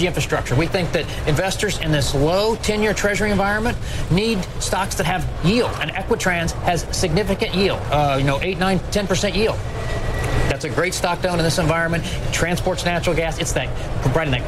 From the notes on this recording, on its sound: live from the New York Stock Exchange